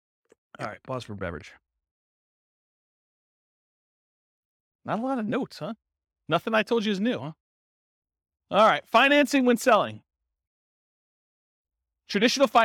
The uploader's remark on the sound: This was a live class recorded